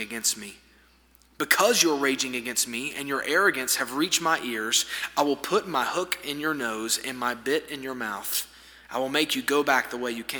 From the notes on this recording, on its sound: This sermon was delivered on February 7, 2024 at First Baptist Church Hendersonville, NC during the Wednesday night Bible study hour.